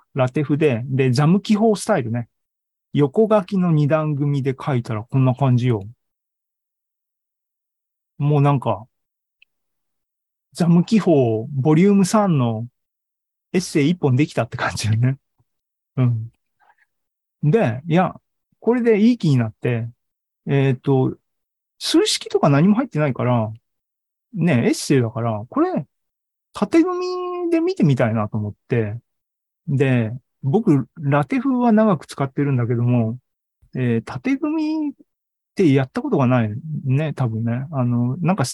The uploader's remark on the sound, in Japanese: ２０２２年１０月２６日に開催した ZOOMライブの模様です